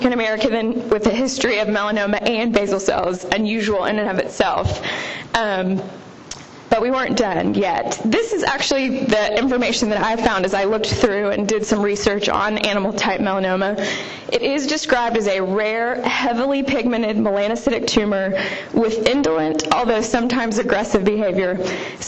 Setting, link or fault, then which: setting, live audience